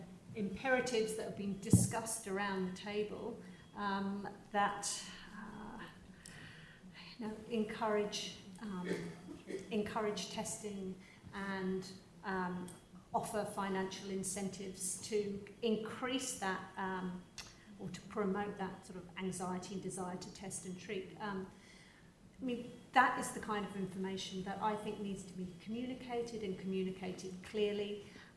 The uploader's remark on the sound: Panel discussion with audience Q&A